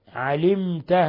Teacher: ميم ساكنة بعدها التاء إظهار شفوي، فقد علمته إظهار شفوي، يعني لا تضغط على الميم، لا تقول فقد علمته خطأ، فقد علمته.